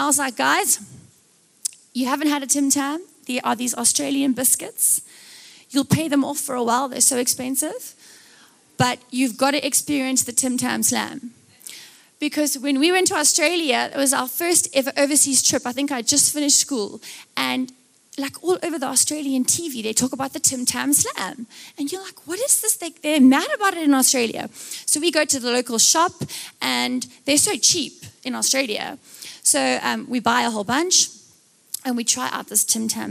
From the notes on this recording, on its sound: Recorded live on Sunday 16th July the 2023